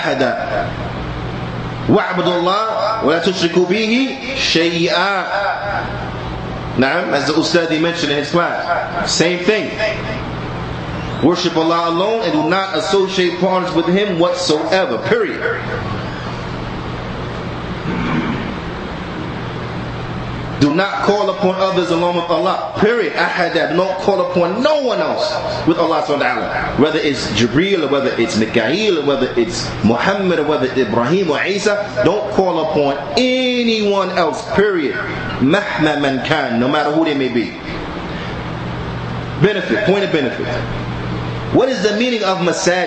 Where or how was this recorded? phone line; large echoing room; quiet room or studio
large echoing room